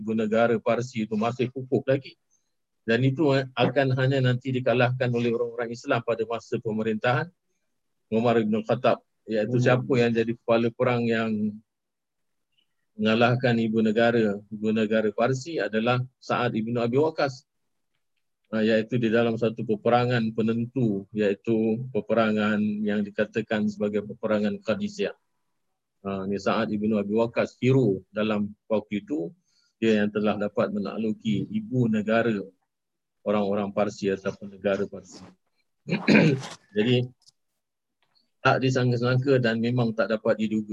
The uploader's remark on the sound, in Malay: Rakaman zoom.